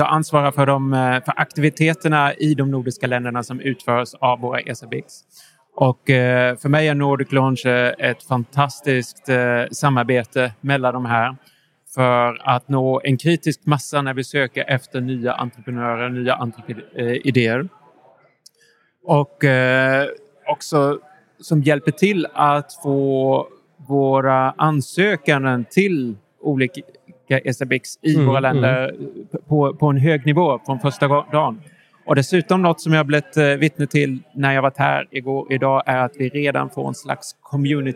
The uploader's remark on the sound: S4 EXPO LIVE